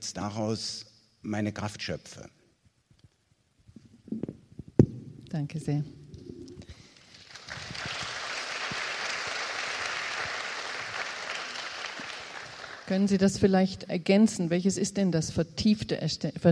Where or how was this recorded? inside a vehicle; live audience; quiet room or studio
live audience